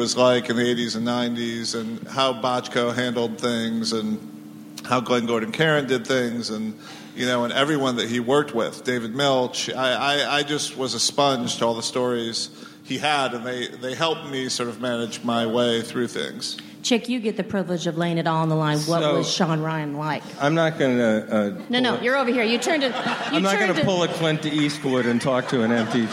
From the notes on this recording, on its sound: Powerful TV panel from ATX. Recorded June 2016 at ATX Television Festival.